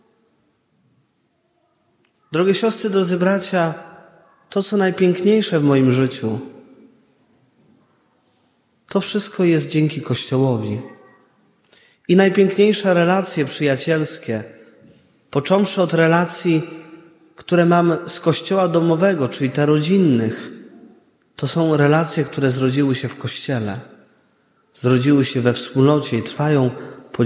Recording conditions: large echoing room